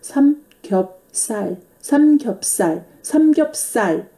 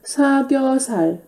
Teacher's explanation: 音化，就像我们刚才说的紧音化现象。当前面含有收音 g 的 b 的时候，后面这个字母上啊辅音是 g 的 b s z 的时候要发生紧音化，所以这里的菜菜菜菜要变成赛赛啊赛，所以是삼겹살삼겹살啊。同样也要注意这里的收音，前面是 some 抿着嘴的 some 调是 kopkop，也是抿着嘴的，是 p 的音 p 的音，但是不发出来，只是一个嘴型 · Shown in: first take